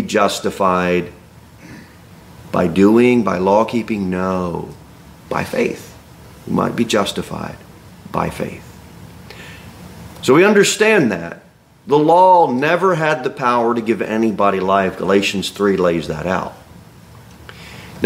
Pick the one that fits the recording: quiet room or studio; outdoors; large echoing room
large echoing room